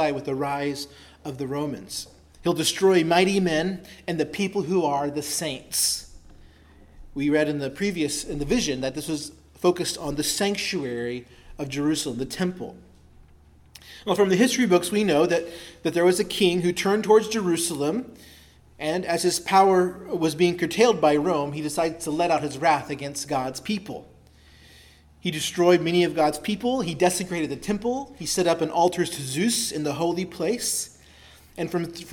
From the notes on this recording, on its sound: preached at Christ Our Savior Baptist Church